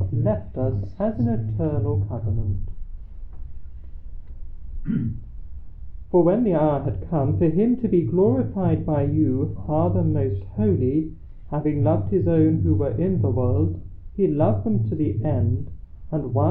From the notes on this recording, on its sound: Recorded live at Southgate House on 23 August 2023.